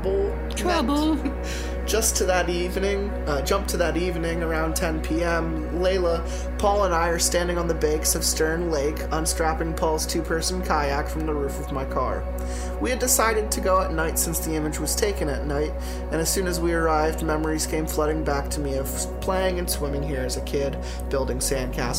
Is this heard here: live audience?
no